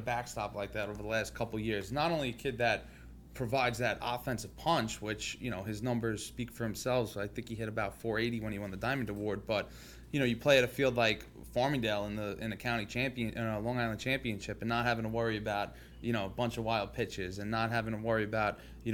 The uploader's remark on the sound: On this episode, we are recording live from LI Field House in Hauppauge, NY joined by two very special guests.